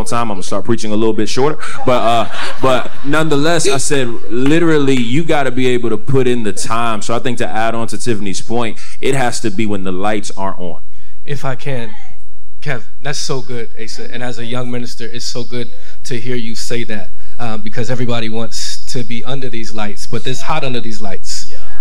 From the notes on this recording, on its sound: B/You Conference 2022. We take a look at the B/You Conference live podcast.